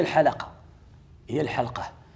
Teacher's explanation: الحلقة الأفصح في كلمة حلقة هي الحلقة، ماشي هي الحلقة، هي الحلقة بسكون اللام